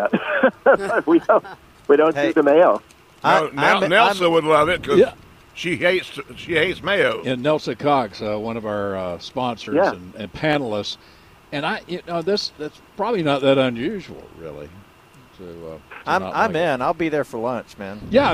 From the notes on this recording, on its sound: broadcasting live from the NC Pet Expo